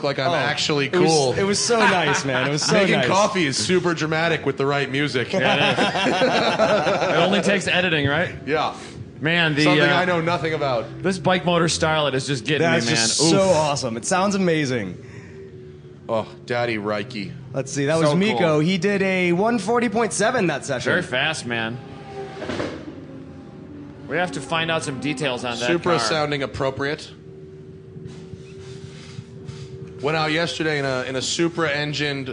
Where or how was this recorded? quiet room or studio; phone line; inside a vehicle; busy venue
busy venue